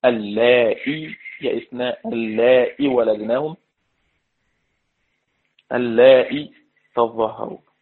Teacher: قالون وقنبل لهما التحقيق، طبعا تحقيق الهمزه مع حذف الياء المد بعدها